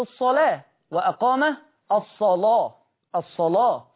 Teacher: لورش تغليظ اللام في لفظ الصلاة